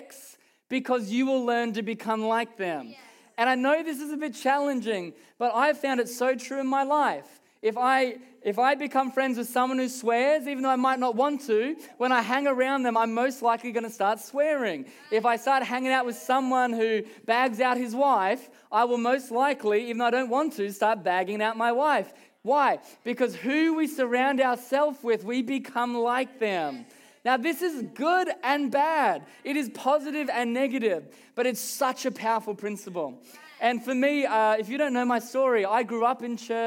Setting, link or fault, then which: setting, live audience